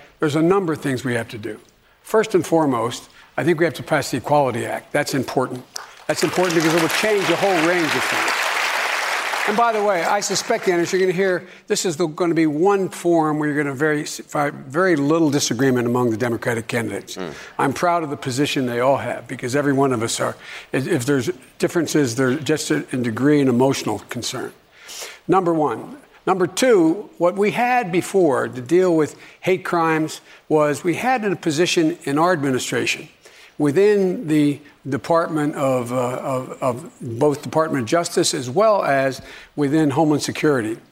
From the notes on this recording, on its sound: During a live town hall. At The Novo in Los Angeles.